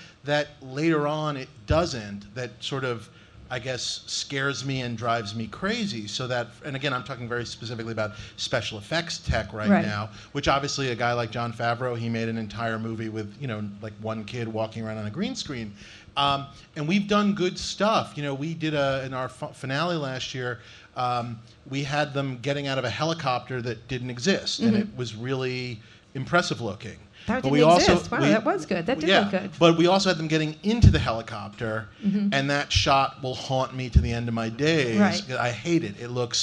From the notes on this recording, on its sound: (Live at SXSW). Speaking in front of a live audience at South by Southwest.